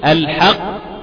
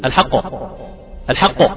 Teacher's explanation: اسيب فترة زمنية كده واجيب القاف قوية بقى مشدد، حرفين مش حرف واحد · Shown in: first take